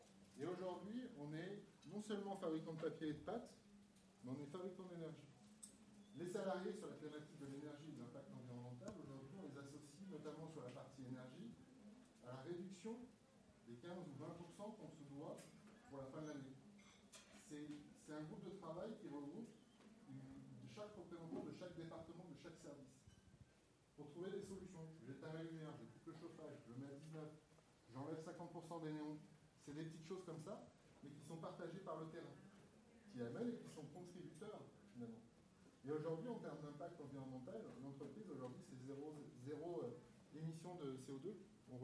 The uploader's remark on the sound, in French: Veuillez nous excuser de la qualité sonore de cet enregistrement, il y a eu un problème de micro ne relevant pas de notre responsabilité.